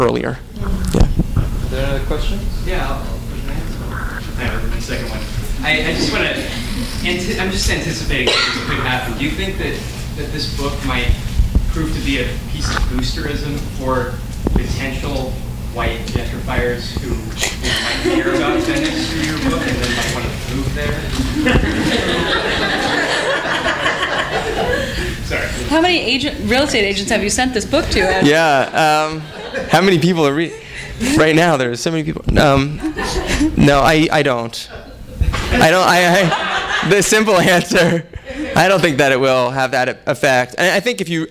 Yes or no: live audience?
yes